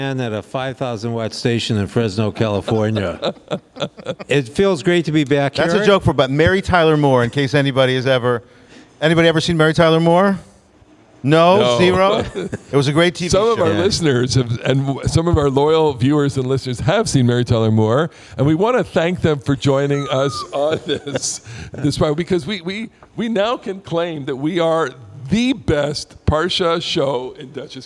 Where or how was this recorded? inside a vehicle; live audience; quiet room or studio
live audience